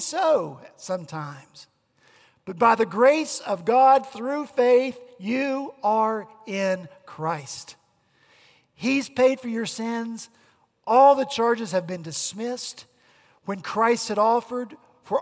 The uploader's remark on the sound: At Redeemer Presbyterian Church in Charleston, SC.